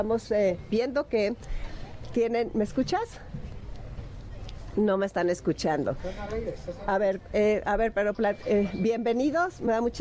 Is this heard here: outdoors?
yes